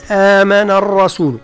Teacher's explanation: مدا من جنس حركة ما قبلها أي ألفا